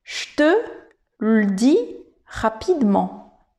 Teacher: Il n'y a plus le E de rapidement. · Term: élisions